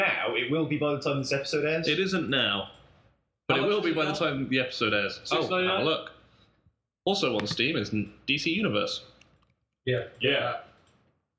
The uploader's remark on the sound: Apologies for the sound quality, technical issues arose and this is what was salvaged form the wreckage.